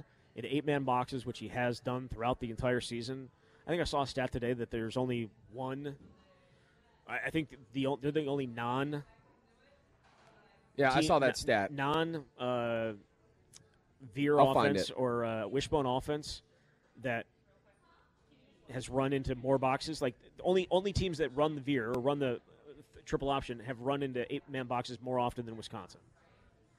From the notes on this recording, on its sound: live at Monk's in Sun Praire